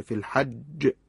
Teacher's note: وقتی که ما رو کلمه حج میخوایم وقف کنیم، چون این جیم از حروف قلقله است و مشدد، باید به صورت کبرا تلفظ بشه